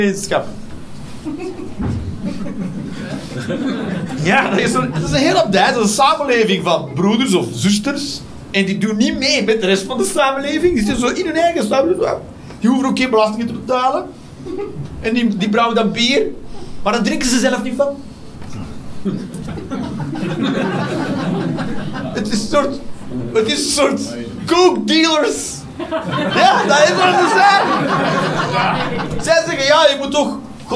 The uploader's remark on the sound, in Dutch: Live 29 maart 2023, Club Haug, Rotterdam